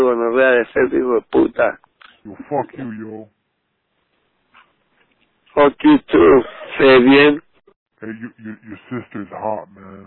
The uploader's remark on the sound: Prank Phone Calls